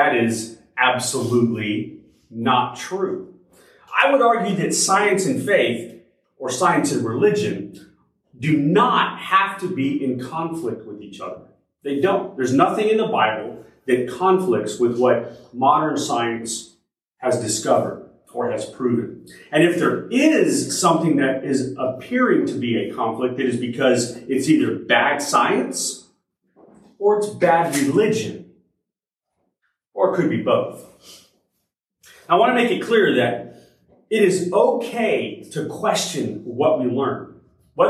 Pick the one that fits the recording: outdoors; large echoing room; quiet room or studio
large echoing room